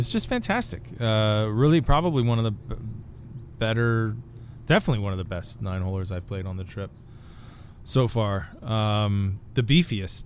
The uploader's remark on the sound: At Downer’s Grove Golf Club for our first live podcast after a fun round at the site of America’s first 18-hole golf course.